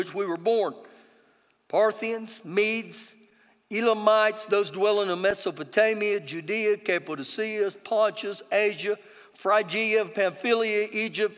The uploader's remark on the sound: Recorded live during our Sunday morning service